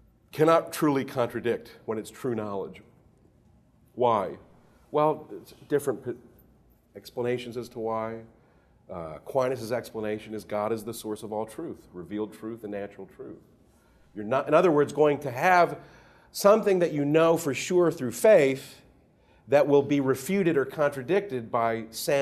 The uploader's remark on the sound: This Panel Discussion was part of the Science and Faith Lecture Series at Franciscan University of Steubenville.